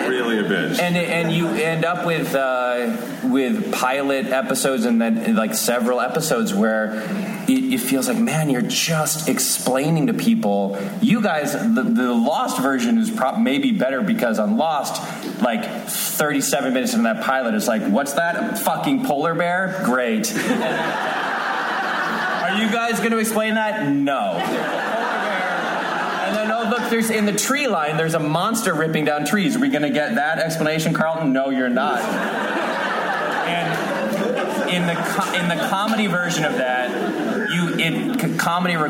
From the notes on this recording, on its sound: Recorded at Largo at the Coronet on November 6, 2016.